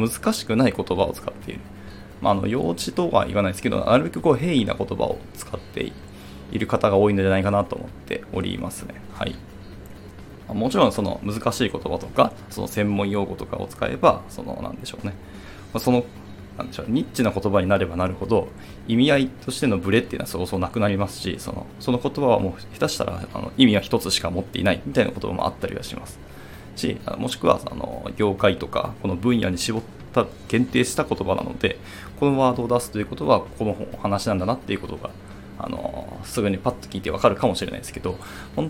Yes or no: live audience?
no